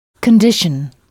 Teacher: Les mots français en « t-i-o-n » ont la même terminaison en anglais, mais au lieu de prononcer « sion », on prononce « shun ». Il faut frapper la syllabe qui précède « shun ».